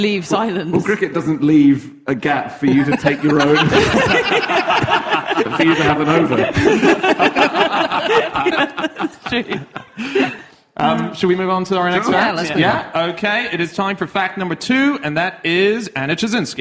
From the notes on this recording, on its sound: Live from Edinburgh